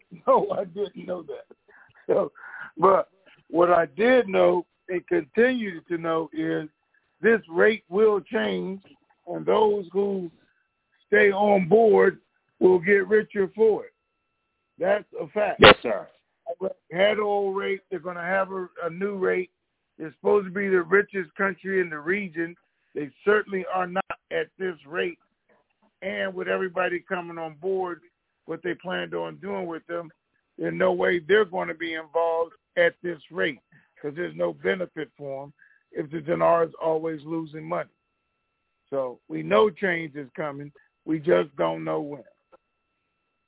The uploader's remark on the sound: TNTSuperfantastic Conference Call